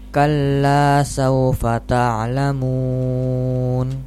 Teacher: Empat harokat, kasih panjang lagi.